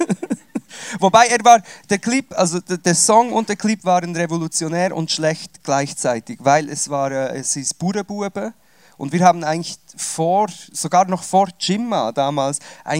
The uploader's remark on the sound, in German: Über das habe ich mit ihm live (mit Publikum) im Sommercasino Basel geredet.